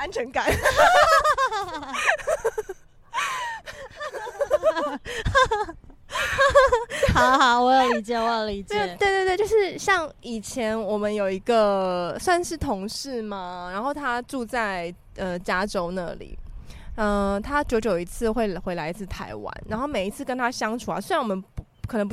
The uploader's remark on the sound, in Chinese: 本集在有風的天臺錄製，會有飛機起降的聲音哦。